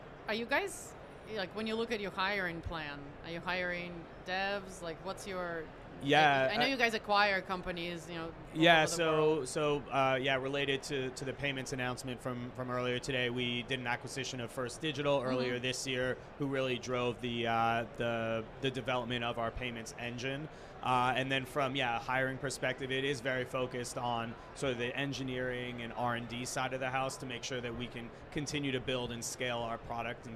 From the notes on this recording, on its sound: Recorded at Money20/20 USA in October of 2022.